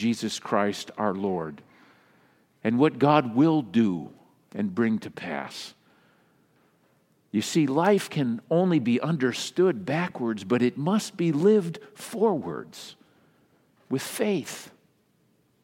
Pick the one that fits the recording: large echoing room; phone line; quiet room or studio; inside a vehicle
large echoing room